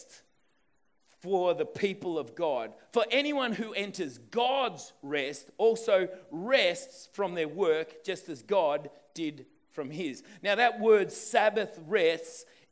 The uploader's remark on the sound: This message was recorded on 08/03/2020 at the 11am gathering.